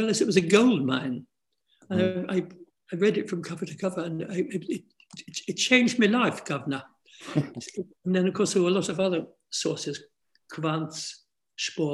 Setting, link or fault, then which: link, video call